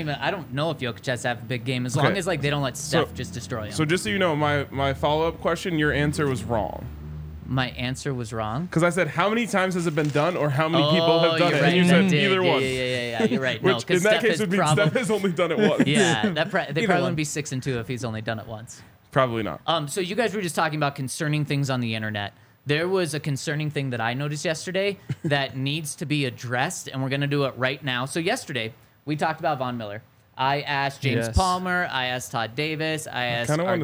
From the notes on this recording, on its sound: coming to you LIVE from the DNVR Bar